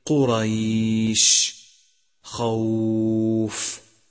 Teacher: وأما الواو الساكنة والياء الساكنة المفتوح ما قبلهما فإنهما حرفا لين فقط بلا مد، ولا يمدان إلا إن كان بعدهما ساكن. · Term: مد اللين